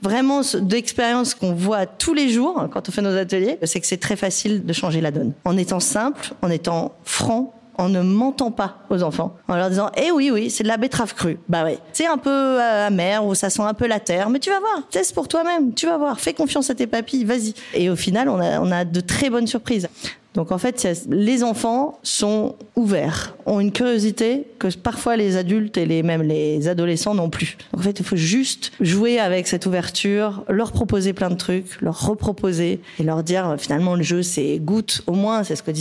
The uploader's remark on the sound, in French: Enregistrée en public au lycée hôtelier Jean-Drouant.